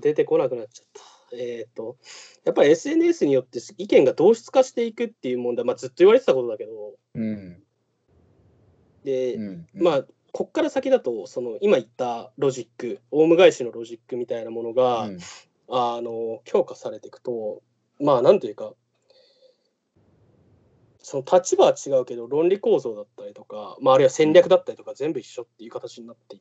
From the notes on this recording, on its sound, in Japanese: 今回はCOVID-19流行に対応して「リモート録音」をしました。